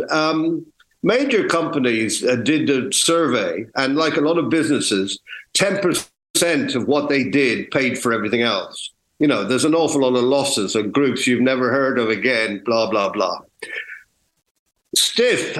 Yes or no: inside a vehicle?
no